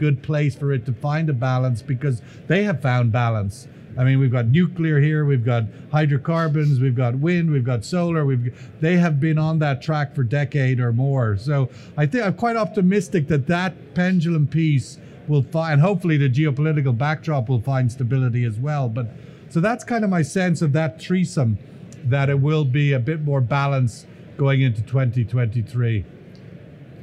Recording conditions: busy venue